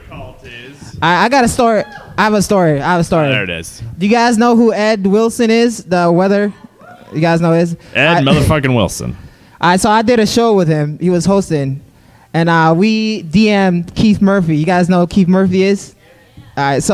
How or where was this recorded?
busy venue